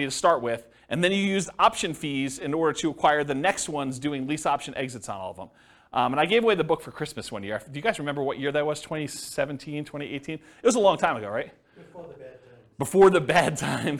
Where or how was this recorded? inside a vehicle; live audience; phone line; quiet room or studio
live audience